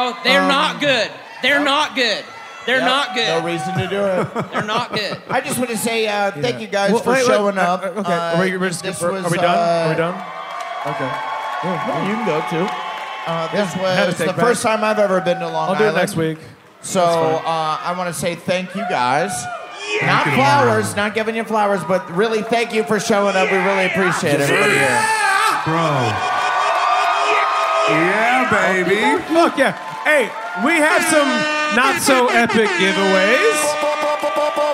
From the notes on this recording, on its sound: Live from Long Island!